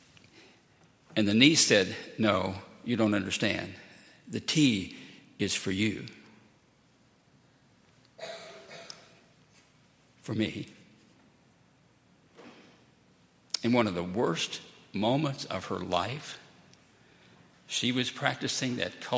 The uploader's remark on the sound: at Highland Baptist Church